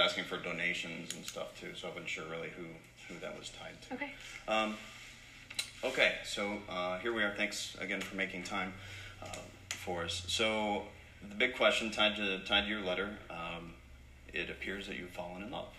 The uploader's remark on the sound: Ialso apologize for the noises- most of the extra noises are from the clips, but I still don’t have proper equipment.